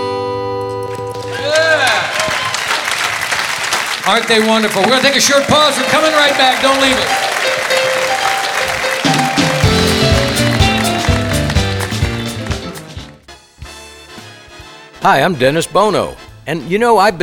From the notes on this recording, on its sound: Live at the SouthPoint Casino